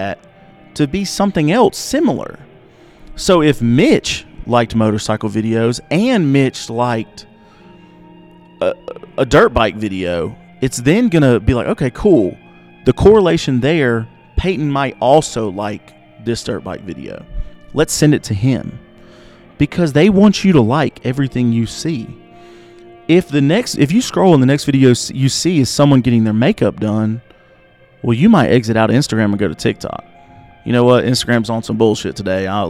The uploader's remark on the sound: We are live from the legendary Grizzly Rose in Denver, CO.